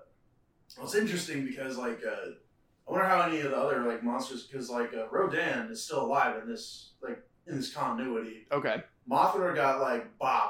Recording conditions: poor sound quality